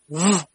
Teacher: 发这个音的时候上齿轻轻咬住下唇内侧再用力将气从唇齿的缝隙中吹出但需要震动声带 · Term: 浊辅音